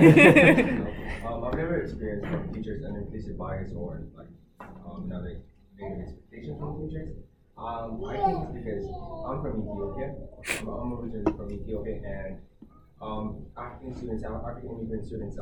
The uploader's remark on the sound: In our first live show, thanks to the Colorado Education Association.